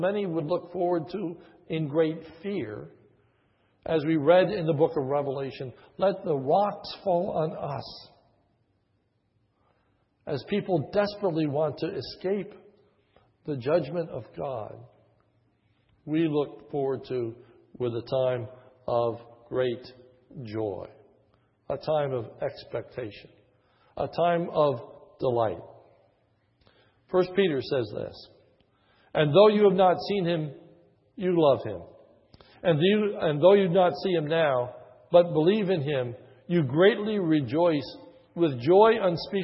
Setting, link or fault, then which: setting, large echoing room